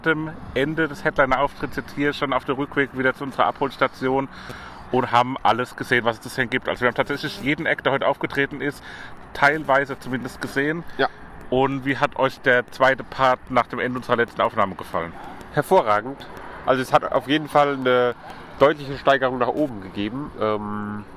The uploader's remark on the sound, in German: Maifeld Derby Festival Tag 2. Unser Podcast sendet auch an Tag 2 Live vom Maifeld Derby Festival!